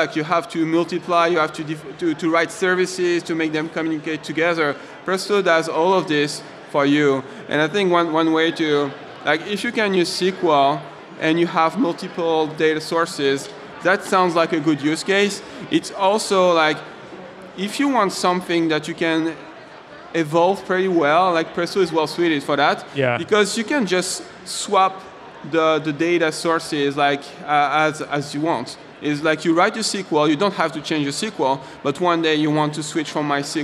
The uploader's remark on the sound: At F8 2019. Live broadcast from San Jose.